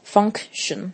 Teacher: function 的 c 也要记得是个无声的子音，可是还是要念出来。